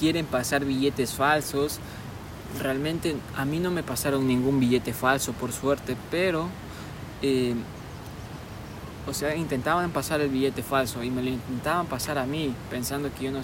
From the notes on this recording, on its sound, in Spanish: Desde el río. Este episodio fue gravado desde un Río, que le dicen la "Bocana del Búa".